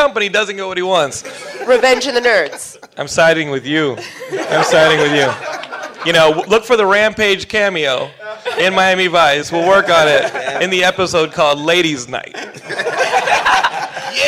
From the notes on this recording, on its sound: a clip from the Lion Forge Comics panel at the 2013 Stan Lee's Comikaze Expo